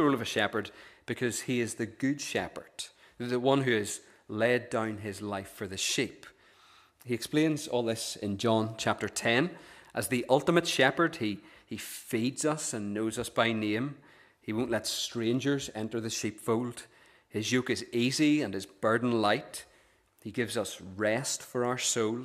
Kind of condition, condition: setting, large echoing room